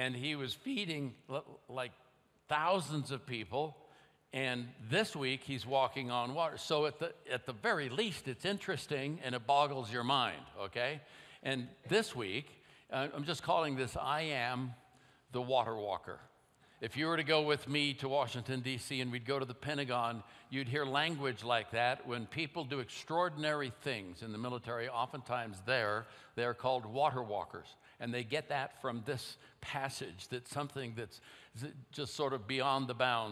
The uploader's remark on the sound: at Timberline Church